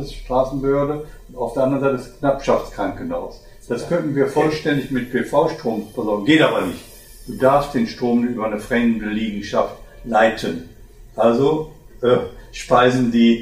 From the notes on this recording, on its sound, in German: Bei der Bearbeitung hatten wir leider technische Probleme, weshalb wir euch nicht die gewohnte Tonqualität bieten können.